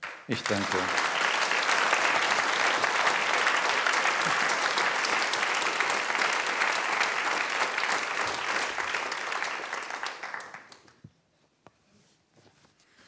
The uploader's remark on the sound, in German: Live im Haus des Rundfunks